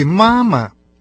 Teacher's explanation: Нужно только уточнить, что знакомое нам слово «мама» по-китайски произносится не только «ма» с первым тоном, но и почти совсем как по-русски «мама» – первый и легкие тоны.